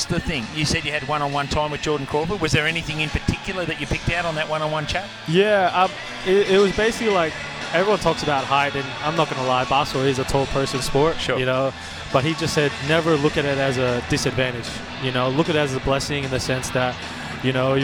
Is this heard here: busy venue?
yes